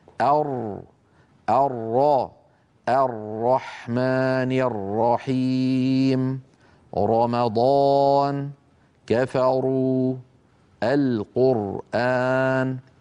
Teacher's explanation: لسان المزمار قد رجع إلى الوراء فأحدث تضيقا في الحلق، نتج عنه وهو سبب من أسباب التفخيم بالإضافة إلى ارتداد الصوت عن قبة الحنك.